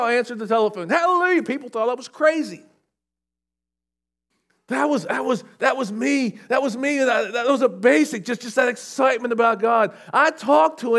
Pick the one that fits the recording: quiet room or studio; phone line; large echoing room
large echoing room